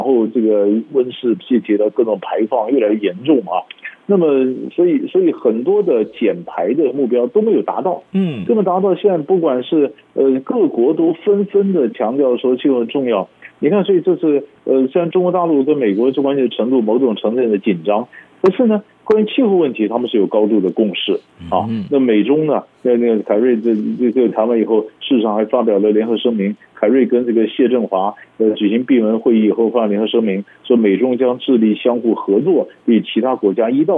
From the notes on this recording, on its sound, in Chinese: 連線訪問